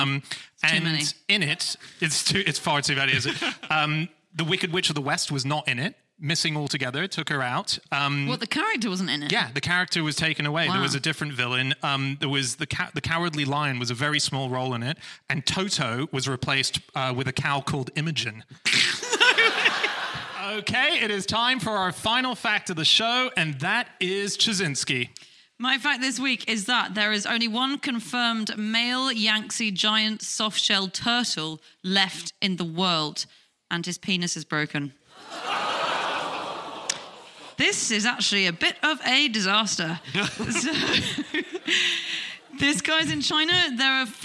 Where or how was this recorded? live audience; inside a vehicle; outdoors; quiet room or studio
live audience